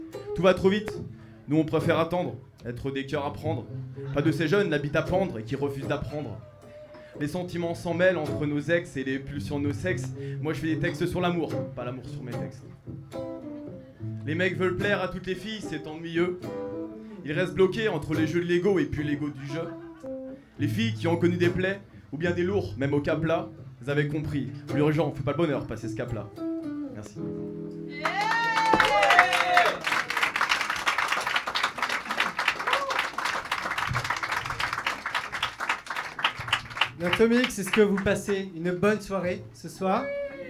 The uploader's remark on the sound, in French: Spoken words live show. Enregistré en live à l'Atomic's café à Nantes.